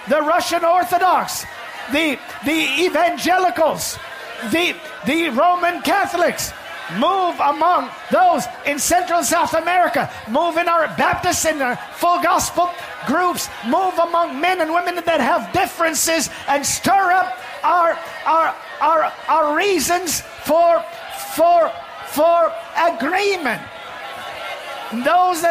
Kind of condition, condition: setting, large echoing room